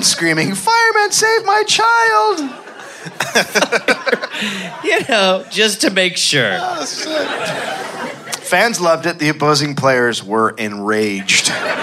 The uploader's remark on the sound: Live in Chicago